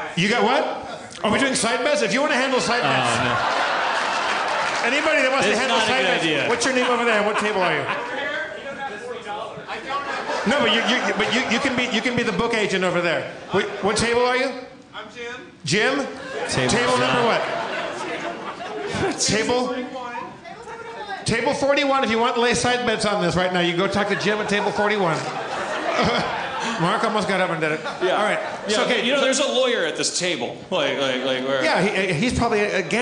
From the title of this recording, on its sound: LIVE from the Cherokee Casino in West Siloam Springs, OK